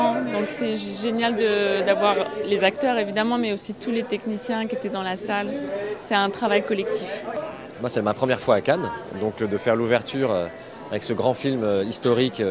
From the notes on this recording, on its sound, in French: en direct de la Croisette